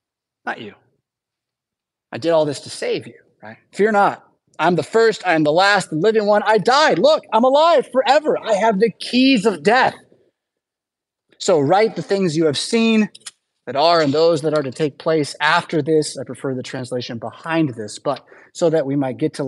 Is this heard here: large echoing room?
yes